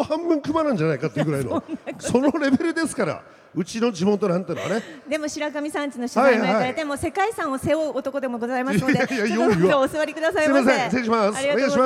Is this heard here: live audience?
yes